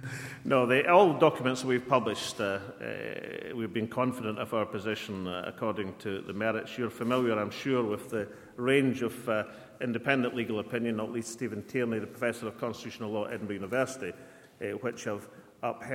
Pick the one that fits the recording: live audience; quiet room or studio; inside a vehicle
live audience